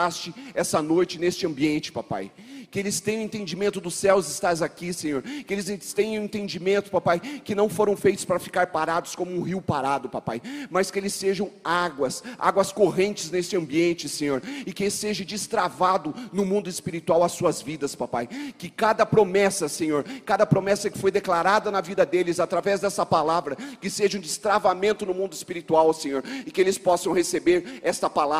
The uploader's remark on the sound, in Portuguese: Mensagem ministradas na Comunidade Cristã Tabernáculo de Davi em Curitiba